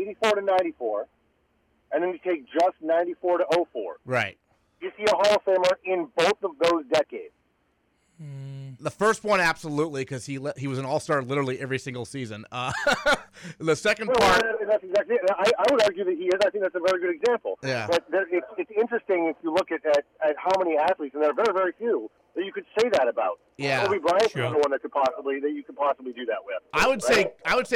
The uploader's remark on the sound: In-studio. Calls in as well!